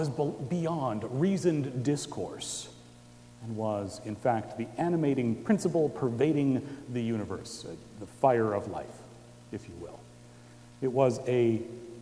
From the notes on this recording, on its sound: Recorded Christmas Eve, 2017 at Trinity Presbyterian Church in Bixby, Okla.